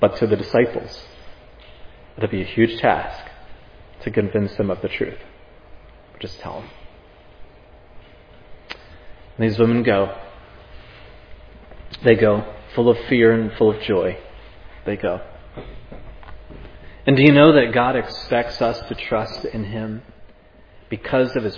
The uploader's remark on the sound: This sermon was preached at Providence Church